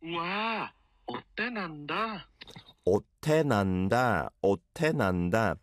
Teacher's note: the shiot bachim kind of makes it into an almost T sounding ending like in English, and then the te, it also sounds similar to a T, so otte nanda sounds good to me.